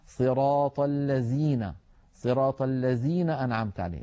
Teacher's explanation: من التحريفات العامية لهذا الحرف قلبه زايا، فكثير من العاميات العربية يقلبون الذال زايا، وخاصة في الفاتحة، فنسمع بعض الناس بل كثير منهم من عامة الناس يقولون صراط الذين أنعمت عليهم بحرف الزاي، وهذا لا يصح أبدا ولا بحال.